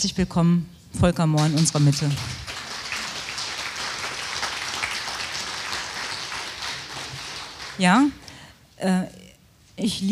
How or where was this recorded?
busy venue